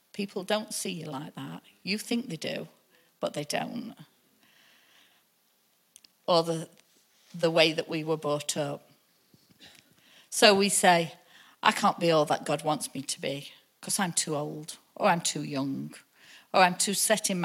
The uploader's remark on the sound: Recorded live at the Chesterfield Campus this is the message from the morning service on the 30th June 19.